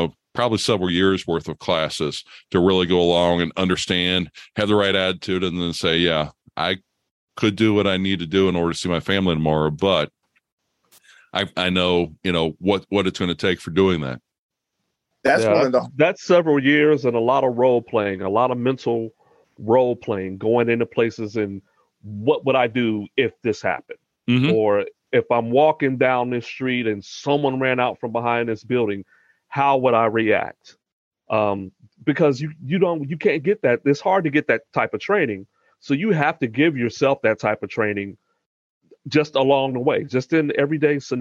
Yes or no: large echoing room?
no